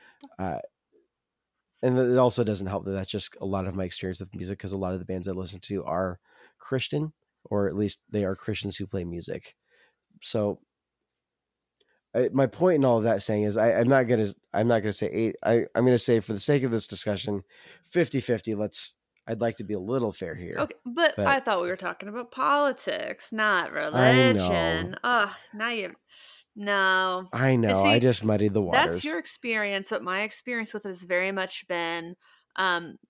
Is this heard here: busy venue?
no